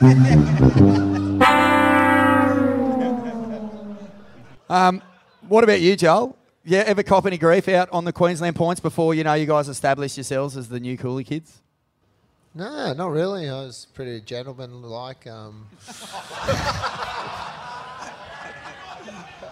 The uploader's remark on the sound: live at the Cooly Hotel!